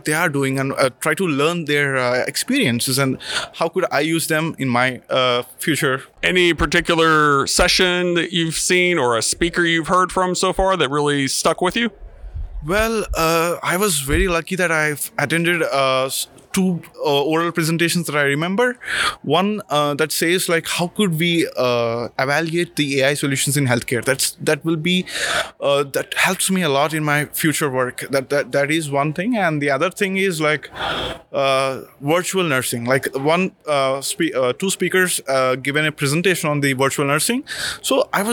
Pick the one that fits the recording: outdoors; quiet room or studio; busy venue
busy venue